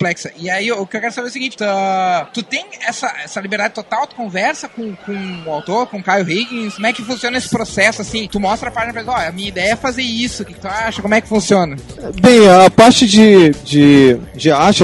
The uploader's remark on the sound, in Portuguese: Duas entrevistas gravadas na Multiverso Comicon 2012. Duas entrevistas gravadas na Multiverso Comicon 2012.